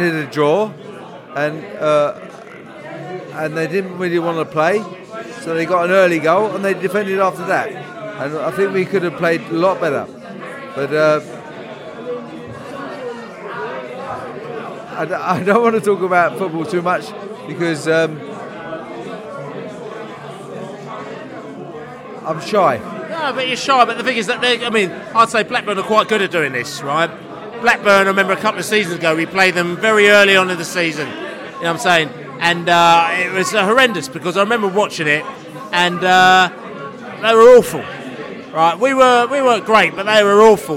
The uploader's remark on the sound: podcast from the pub